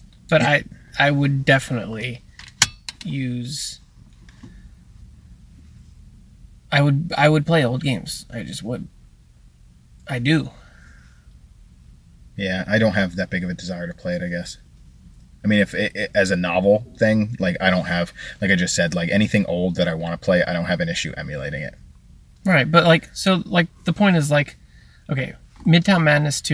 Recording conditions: inside a vehicle